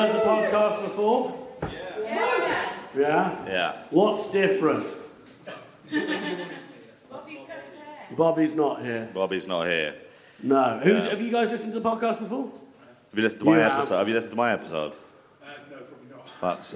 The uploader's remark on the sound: Live At Cheerful Earful Podcast Festival. Thanks to NextUp Comedy for the recording and stream of the show.